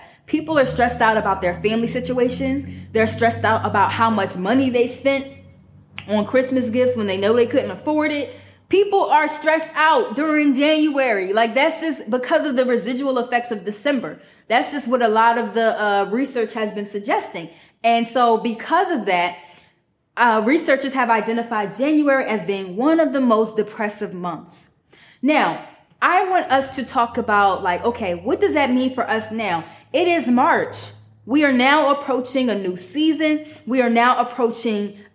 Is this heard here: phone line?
no